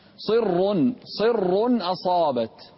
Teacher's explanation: فخم الراء والألف بعد الصاد